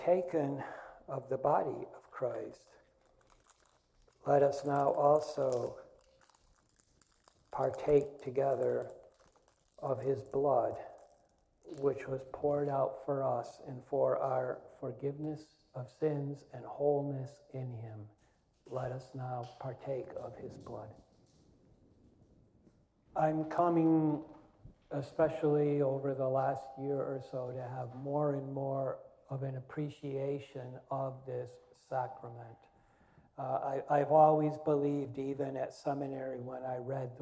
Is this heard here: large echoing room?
yes